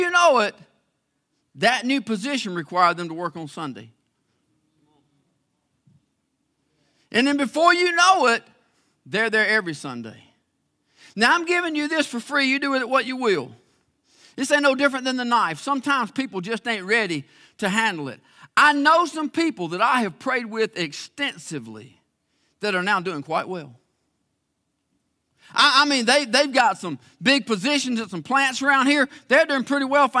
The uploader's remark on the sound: live services from Faith Baptist Church in LaGrange, Georgia